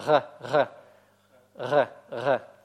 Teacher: евреи обычно произносят ее ну, близко к гортанным, да, тоже в велярном варианте. То есть она как занавесочка там колеблется.